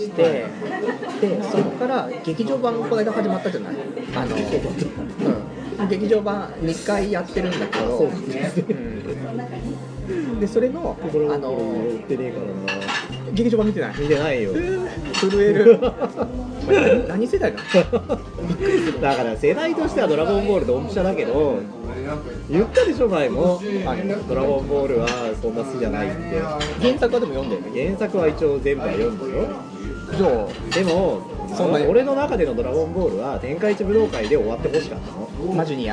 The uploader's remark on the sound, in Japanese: 居酒屋で収録している。